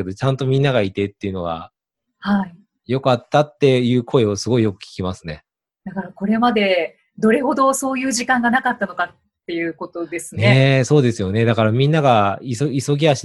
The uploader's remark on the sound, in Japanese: オンライン収録のため、通常より音声が劣りますがご了承ください